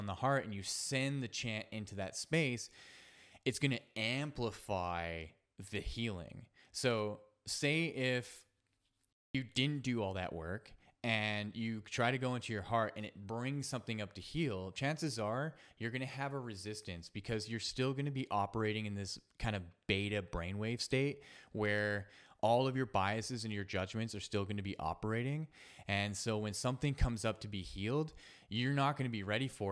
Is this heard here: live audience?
no